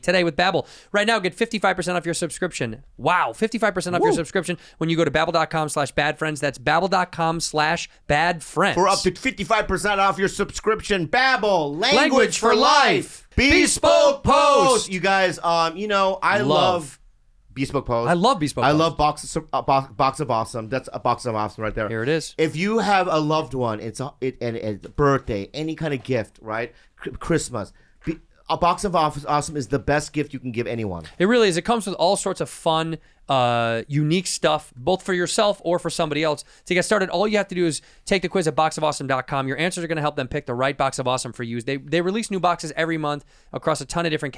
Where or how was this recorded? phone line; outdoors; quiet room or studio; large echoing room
quiet room or studio